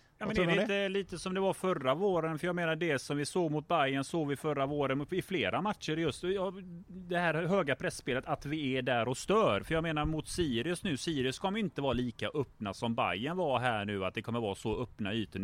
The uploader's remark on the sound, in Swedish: Åter på puben och tjötar LIVE on tape medan Blåvitt spelar mot Bajen i Svenska Cupen... I ett oredigerat "unplugged"-avsnitt från verkligheten.